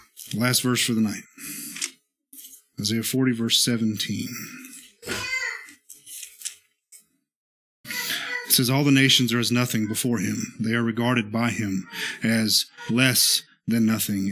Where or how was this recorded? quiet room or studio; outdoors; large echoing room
large echoing room